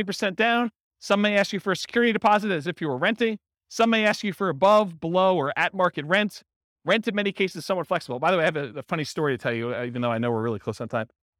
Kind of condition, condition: setting, live audience